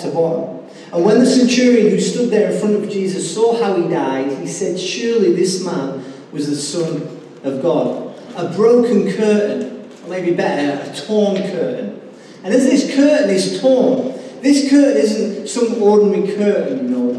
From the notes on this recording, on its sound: Recorded live at Life Church on Sunday 21st April 2019.